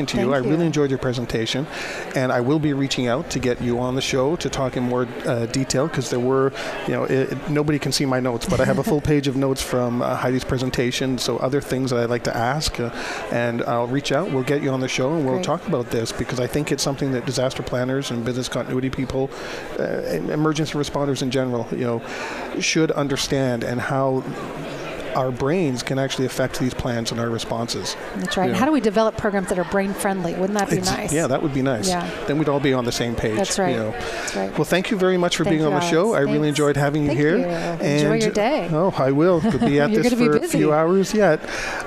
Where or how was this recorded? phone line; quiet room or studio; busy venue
busy venue